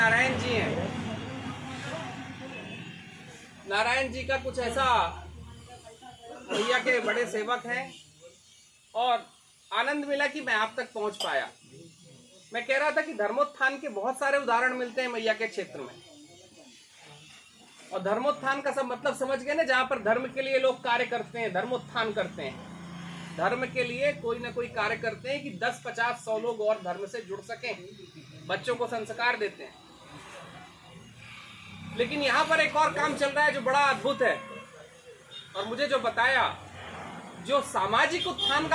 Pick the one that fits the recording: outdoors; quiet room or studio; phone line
outdoors